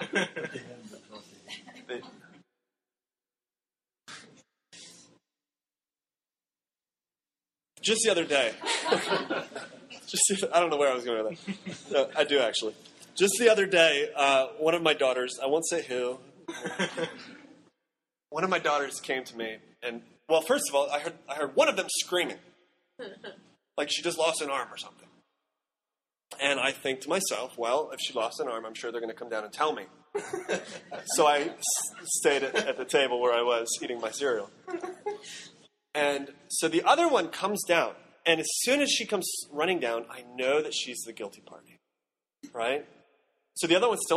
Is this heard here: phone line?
no